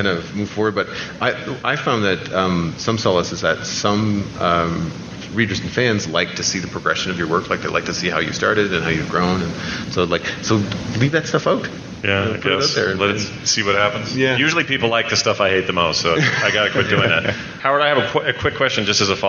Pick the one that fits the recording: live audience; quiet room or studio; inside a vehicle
live audience